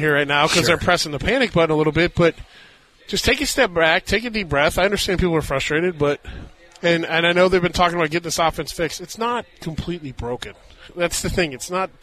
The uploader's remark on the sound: LIVE from Hollywood Casino!